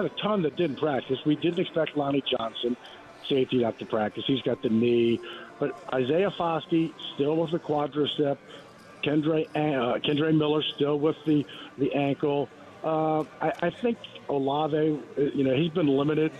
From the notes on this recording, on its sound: broadcasting LIVE from from Caesars New Orleans!